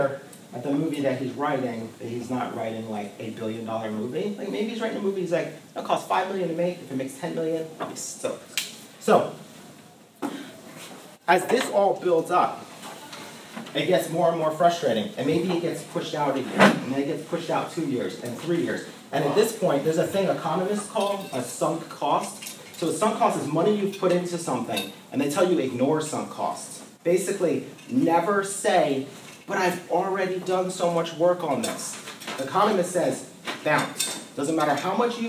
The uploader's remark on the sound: Recorded in Ideation + Process class at Minneapolis College of Art & Design, July 2015.